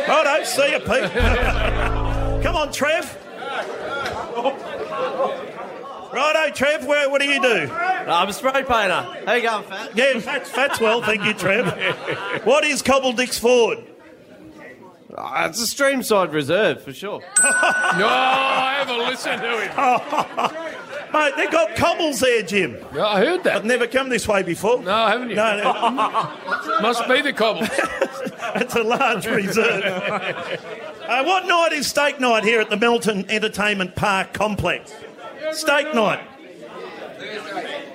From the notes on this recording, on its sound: The Rush Hour Live From Melton Entertainment Park. Live at Melton Entertainment Park for the Rush Hour's Mad Month.